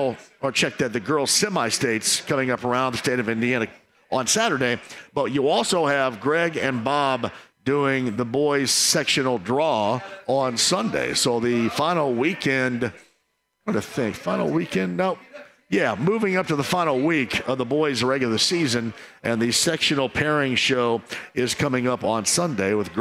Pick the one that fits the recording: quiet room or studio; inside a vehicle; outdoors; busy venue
busy venue